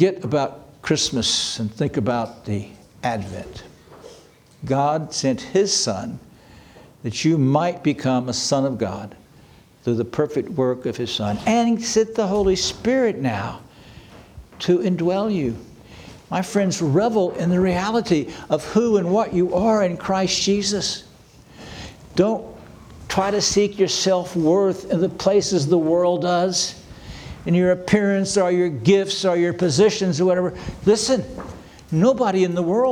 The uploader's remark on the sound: This sermon was preached on December 24, 2023 at Antioch Presbyterian Church, a mission work of Calvary Presbytery of the Presbyterian Church in America located in Woodruff, South Carolina.